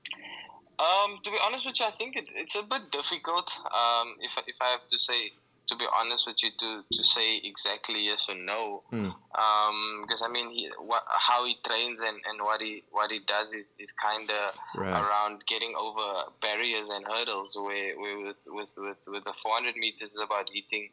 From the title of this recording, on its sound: Guest on the line